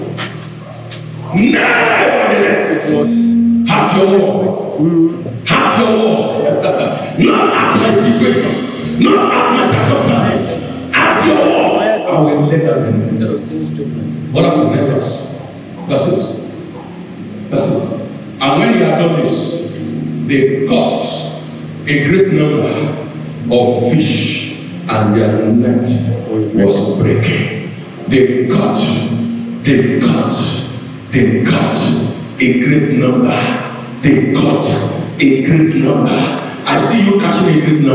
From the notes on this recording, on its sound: Covenant Champions Global Assembly Live Service